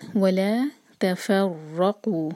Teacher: تا اور فا کو لائٹ پڑھنا ہے، یہاں پہ تو اور فا جیسی آواز نہیں آنی چاہیے